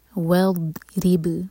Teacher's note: ضاد پر قلقلہ نہیں ہونا چاہیے، زبان کی سائڈ سے پڑھیں گے اور تھوڑا سا ٹائم دیں گے. والضرب، را کے نیچے کثرت اور باریک، با پر قلقلہ.